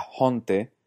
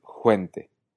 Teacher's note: después vino la diptongación y jonte se convirtió en juente